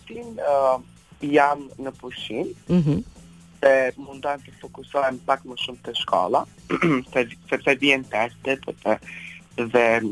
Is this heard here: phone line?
yes